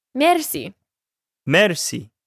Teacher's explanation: just pronounced slightly differently with the R rolled. Merci.